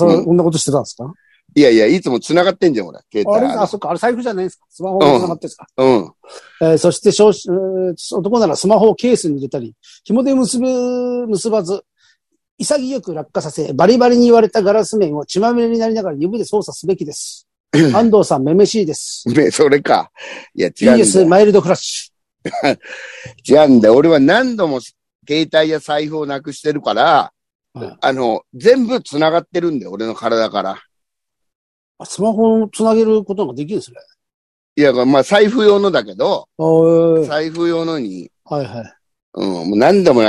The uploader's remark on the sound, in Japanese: ZOOMで収録